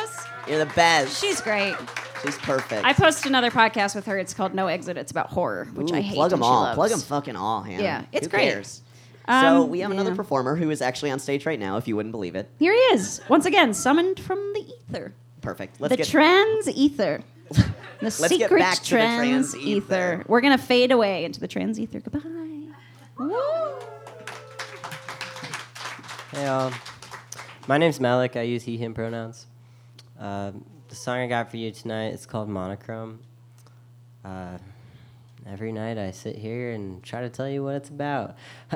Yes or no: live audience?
yes